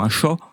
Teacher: le A est plus fermé et prononcé plus à l'arrière · Term: la prononciation du A